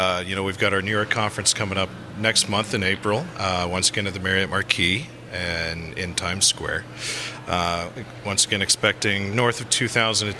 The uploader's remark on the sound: Live from Telecom Exchange.